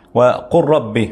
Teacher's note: موضع اتفاق اللي هو اللام تدغم في الراء